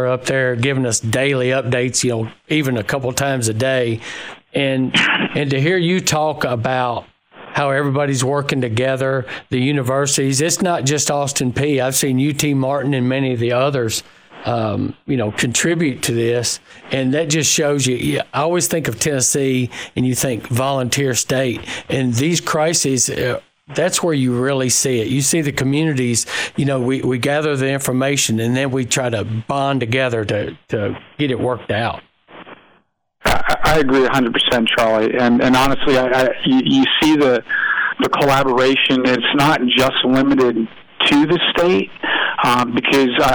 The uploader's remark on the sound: on his phone from the task force headquarters